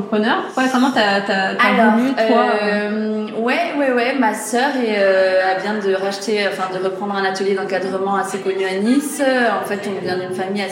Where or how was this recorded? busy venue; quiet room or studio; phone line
busy venue